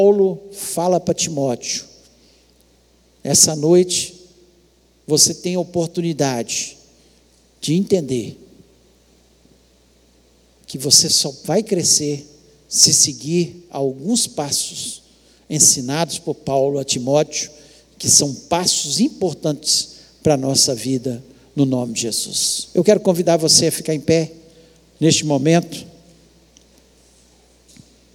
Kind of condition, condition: setting, large echoing room